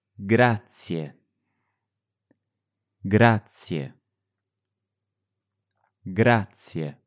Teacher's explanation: it ends in an e sound, and just before the e, there's a little y sound. Grazie. The trick to getting this ending right is to pretend you're saying yeah in English.